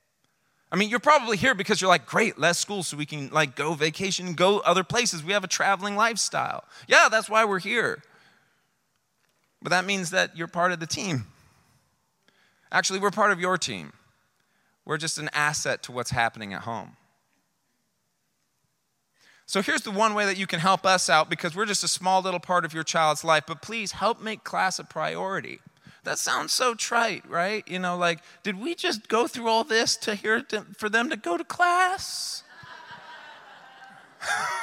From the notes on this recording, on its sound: This speech was one of the most requested recordings from the event without a dry eye in the place.